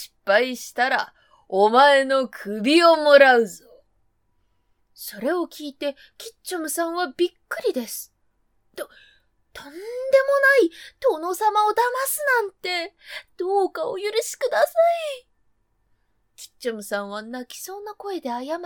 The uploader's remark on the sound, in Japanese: 自宅録音ですのでノイズなどはご了承くださいませ。